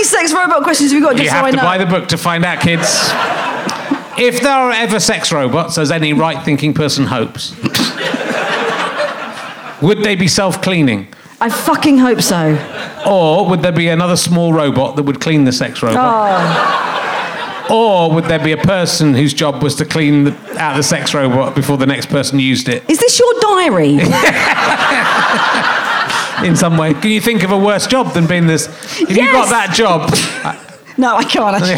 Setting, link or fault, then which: setting, live audience